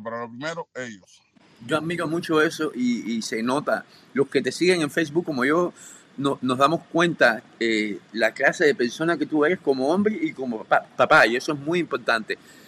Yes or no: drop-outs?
yes